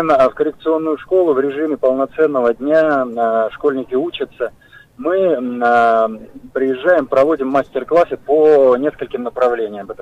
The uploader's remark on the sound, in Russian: По телефону